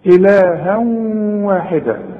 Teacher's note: الها، اذا وقفت هتديها الف كاملة هتقول الها، اذا وصلت يبقى في عندك الواو، والواو الها واحدة، الواو من حروف الادغام، يبقى حدغم وغن وكأن الواو عليها شدة